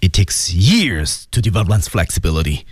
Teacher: 而且由于他强调他说的是真理，所以他用的是降调。